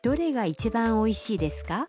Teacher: Tambahkan desuka di akhir kalimat dengan menaikkan intonasinya agar menjadi sebuah pertanyaan